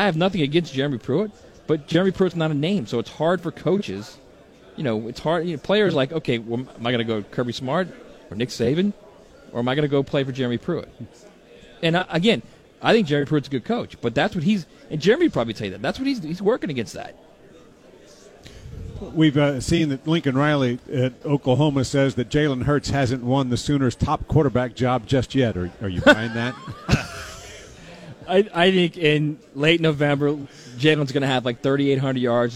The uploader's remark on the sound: live from SEC Media Days